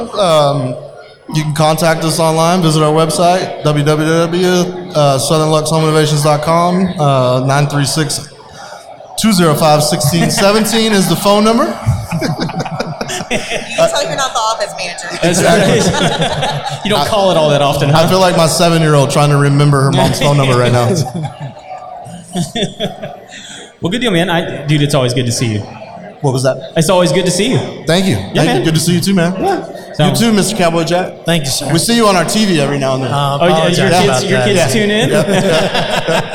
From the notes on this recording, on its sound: We interviewed for over 2 hours at the Contractors Network LIVE event in Spring TX